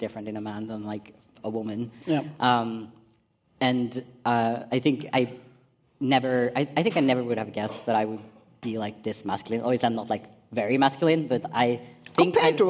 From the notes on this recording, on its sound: PKI/POGI 5 years anniversary party live podcast.